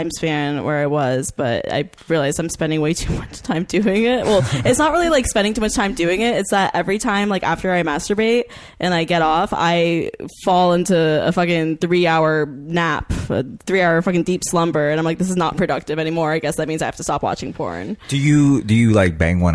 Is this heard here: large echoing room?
no